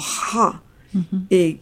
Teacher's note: una fricativa velar sorda como ja, que también hay en quechua